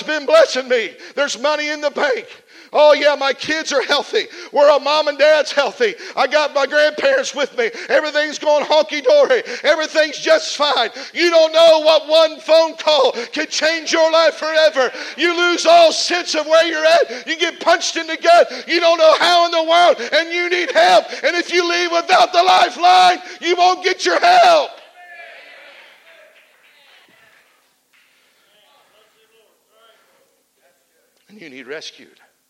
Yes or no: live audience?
yes